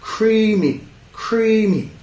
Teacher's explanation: Dos sílabas, ¿ya? Y el estrés cae en la primera.